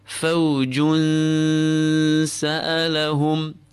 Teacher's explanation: We keep the tanween light, and whilst applying ghunna to the tanween, we prepare our mouths for the letter seen. · Term: ikhfa